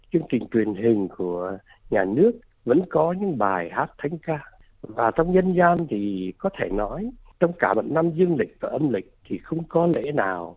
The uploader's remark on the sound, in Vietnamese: Bài phỏng vấn qua điện thoại được thực hiện ngày 20/12/2023.